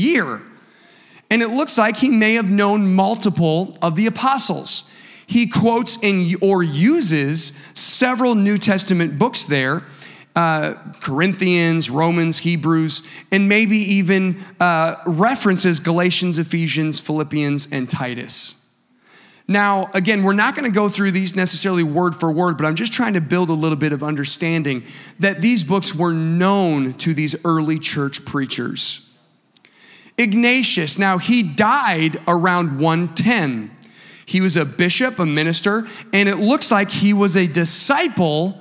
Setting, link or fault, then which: setting, large echoing room